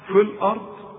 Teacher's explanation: نقول في الارض وكأن الياء غير موجودة